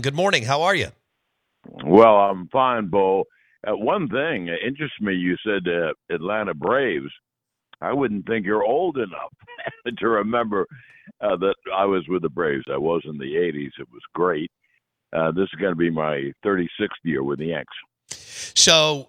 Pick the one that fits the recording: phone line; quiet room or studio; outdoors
phone line